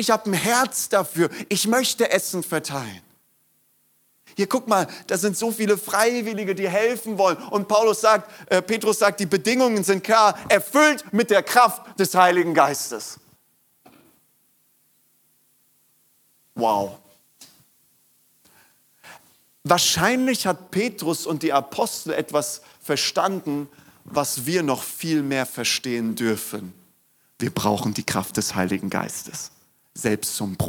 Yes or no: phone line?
no